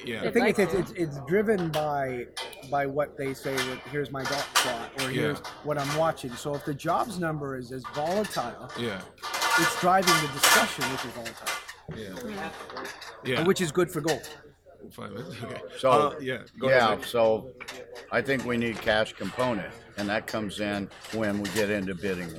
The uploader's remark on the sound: At the Bar in Dawson City. Forgive the semi-frequent background noise, which is a result of recording live "at the bar." The audio has been thoroughly scrubbed, but some of the more persistent background racket has persevered.